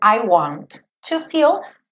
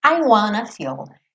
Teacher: esse wanna é uma maneira informal de você juntar want e to · Shown in: second take